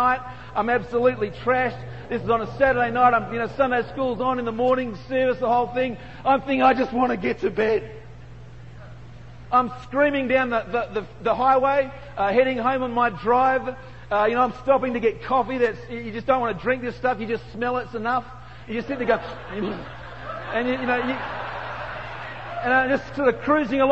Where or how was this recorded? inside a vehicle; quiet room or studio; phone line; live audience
live audience